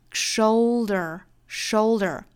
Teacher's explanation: 后面的 er 我们要把这个卷舌的 er 发出来